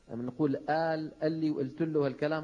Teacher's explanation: ومنها ما نفعله نحن في الشام، قلب القاف همزة